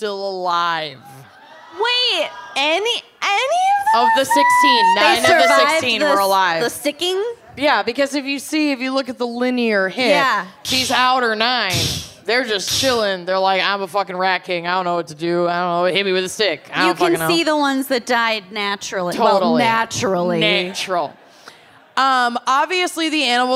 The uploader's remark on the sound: Brooklyn LIVE! Live from Brooklyn.